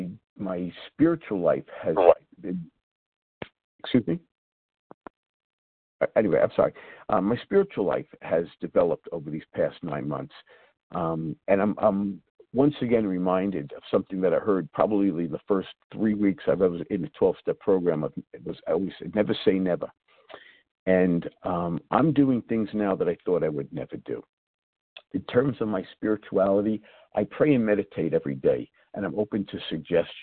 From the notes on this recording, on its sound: 100 Pounders Phone Meeting.